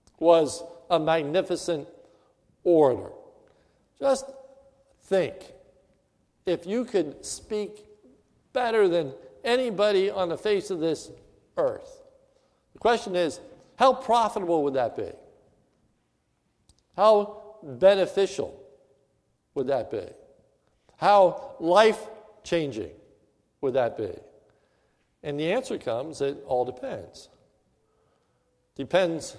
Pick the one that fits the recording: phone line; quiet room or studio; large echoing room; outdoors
large echoing room